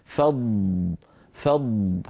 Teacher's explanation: فالضاد لها صوت مستطيل ورخو